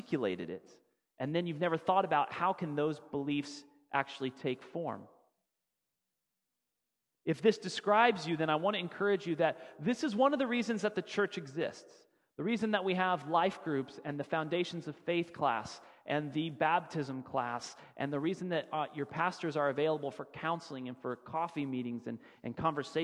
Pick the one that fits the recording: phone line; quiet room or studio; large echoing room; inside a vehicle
large echoing room